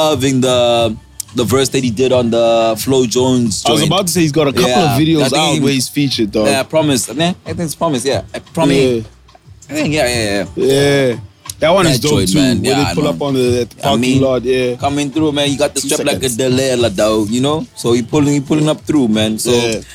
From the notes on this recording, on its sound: Live from the beach, coming to you live with some sand between our toes. Recorded at Sun Wild Coast.